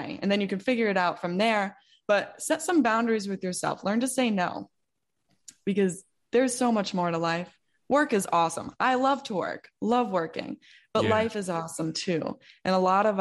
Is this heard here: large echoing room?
no